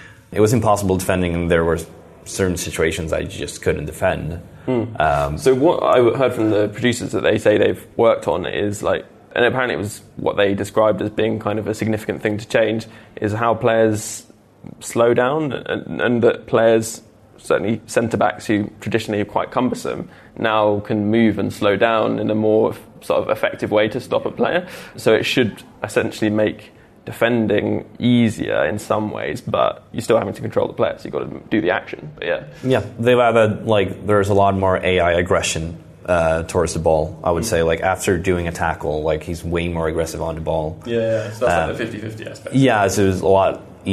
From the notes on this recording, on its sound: Live from the FIFA19 Capture Event